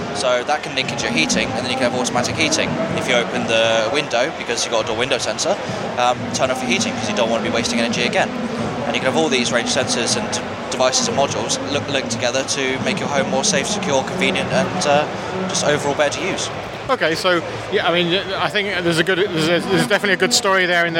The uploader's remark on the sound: Fibaro Swipe at Gadget Show Live. The second of my smart home interviews from Gadget Show Live comes from Fibaro and their “Home Intelligence”.